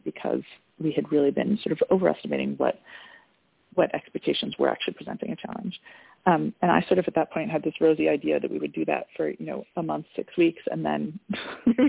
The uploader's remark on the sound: Help out a mom who called in with a difficult situation with her son.